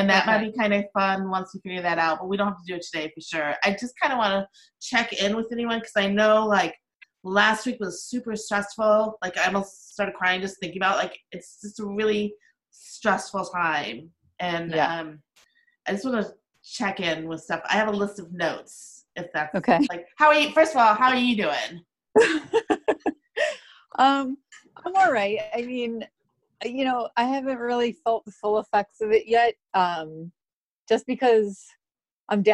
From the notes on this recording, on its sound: This is a zoom chat.